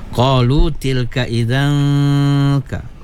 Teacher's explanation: tanwin bertemu dengan kaf, ikhfa hakiki, kena wajib guna dua harakat juga ya